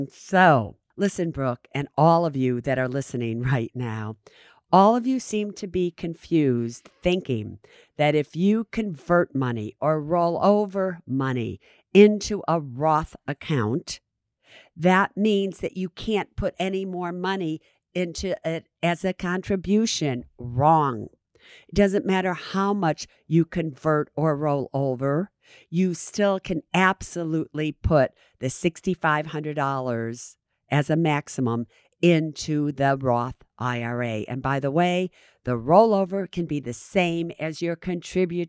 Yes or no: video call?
no